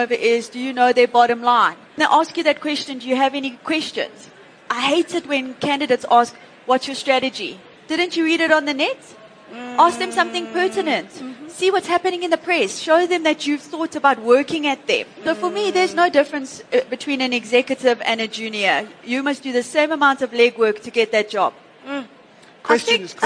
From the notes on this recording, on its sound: An interactive panel discussion where audience members are able to engage with top experts.